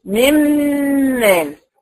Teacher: الغنه اللي انا سامعاها دي غنه الميم مش غنه النون